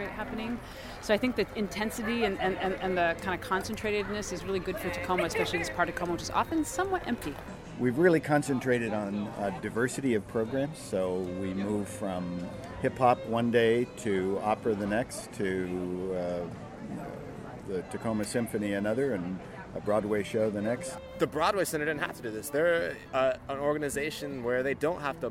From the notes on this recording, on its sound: During the Center’s 2 day, Fall Free For All. Tacoma, WA. Many Thanks to everyone who stopped to talk.